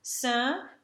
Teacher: we have our nasal, which is built on the open e